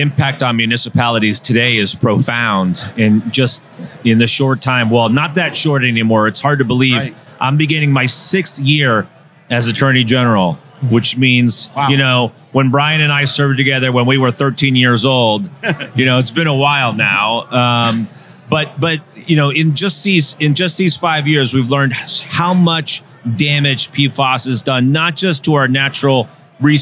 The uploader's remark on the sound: Live from the State Capitol